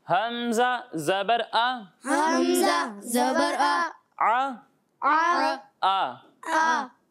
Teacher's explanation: اور جب ہم ہا اور حمزہ کی ادائیگی کریں گے تو ان دونوں کو حلق کے نیچے والے حصے سے پڑھیں گے